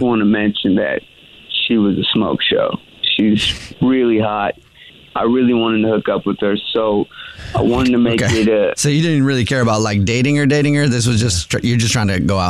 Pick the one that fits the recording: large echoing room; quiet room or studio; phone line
phone line